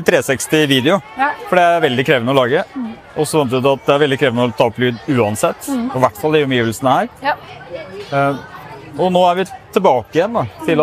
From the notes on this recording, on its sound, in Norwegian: Nomono er en SINTEF-spinout og har utviklet et bærbart podcast-studio, som med sin utrolige lydteknologi har gjort det mulig å for eksempel spille inn en podcast direkte fra et bråkete telt under Trondheim Skaperfest. Trondheim Tech Ports InnovasjonsPodcast ble spilt inn under årets Trondheim Skaperfest , midt på torvet i teknologihovedstaden Trondheim. Podcasten er gjort mulig i samarbeid med Nomono , som lånte oss sitt bærbare podcast-studio, fylt med splitter ny lydteknologi fra SINTEF .